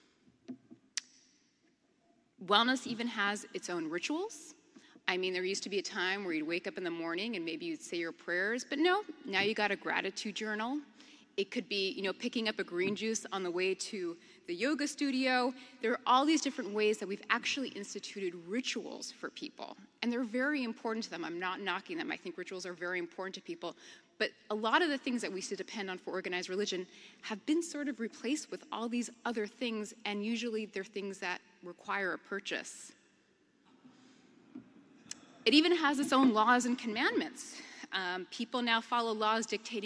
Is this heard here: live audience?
yes